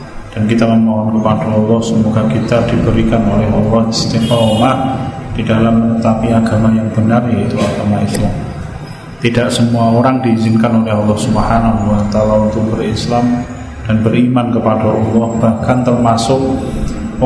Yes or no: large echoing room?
yes